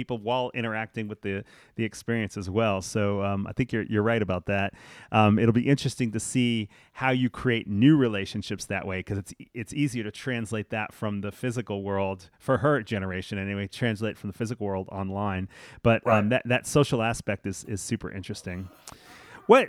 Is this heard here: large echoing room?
no